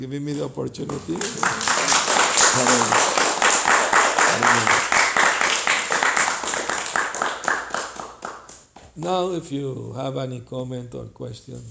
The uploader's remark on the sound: Lecture in San Jose CA